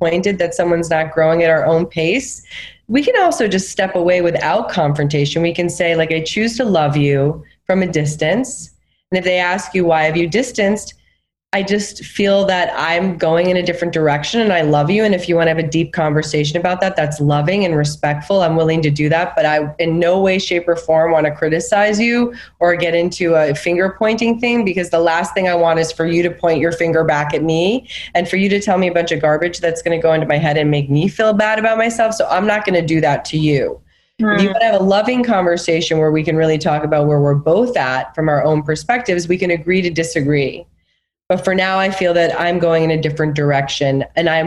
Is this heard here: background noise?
no